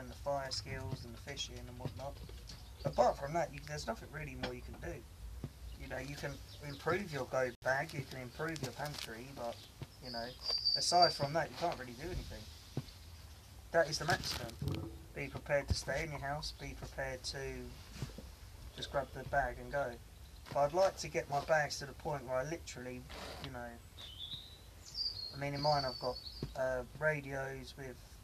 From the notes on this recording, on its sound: In this episode the birds are making more noise than we were.